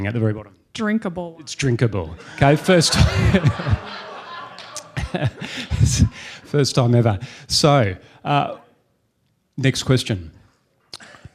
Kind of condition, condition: setting, live audience